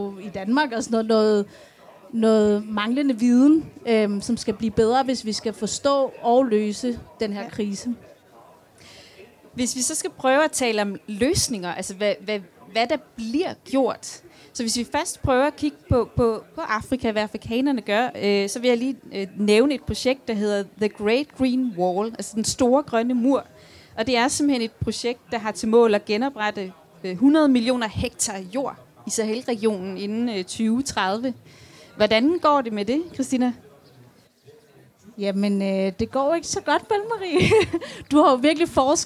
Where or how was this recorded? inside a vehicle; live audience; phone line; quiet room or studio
live audience